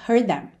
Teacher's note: Você não chega a fazer o D, língua no céu da boca. Não precisa se preocupar em fazer heard them, porque não dá tempo, tá?